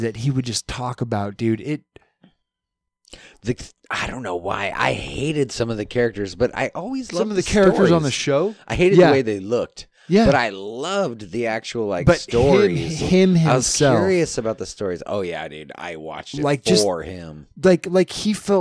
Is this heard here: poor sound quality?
no